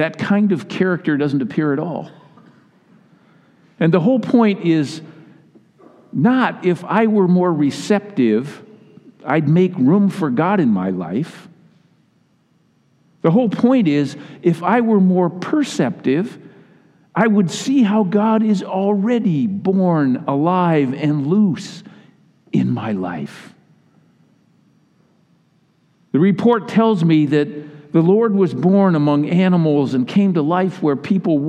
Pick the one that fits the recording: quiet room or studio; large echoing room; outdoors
large echoing room